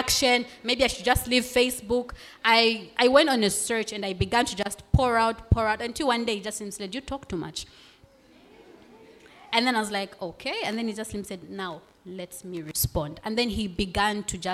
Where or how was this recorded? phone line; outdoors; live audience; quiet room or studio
live audience